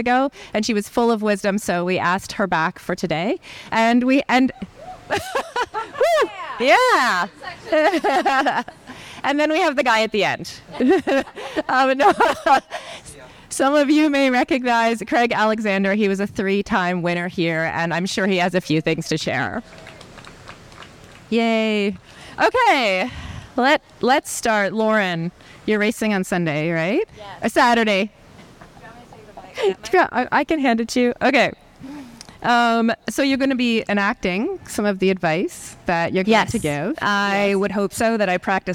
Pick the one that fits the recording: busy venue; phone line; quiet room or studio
busy venue